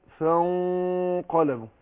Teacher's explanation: أفخم الغنة بتاعت الإخفاء